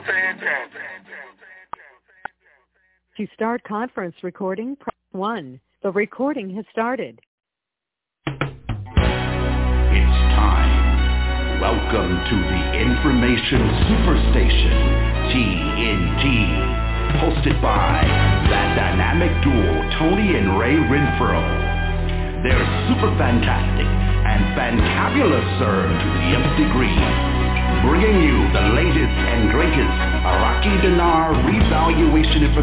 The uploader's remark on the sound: TNTSuperfantastic Conference Call